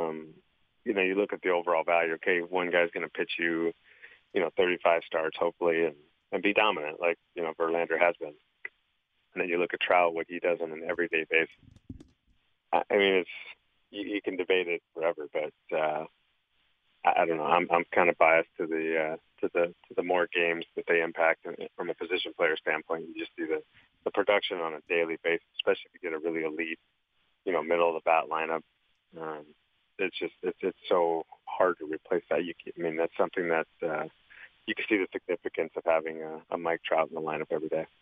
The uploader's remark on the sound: called in to the … and … show.